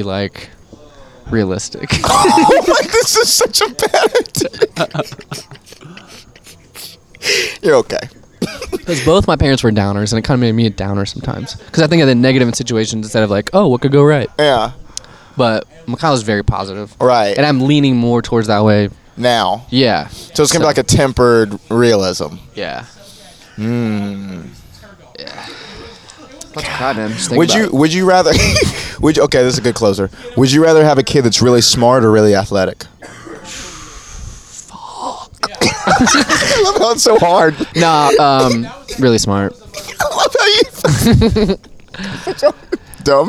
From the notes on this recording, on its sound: Banter before the Shantytown Pub Open Mic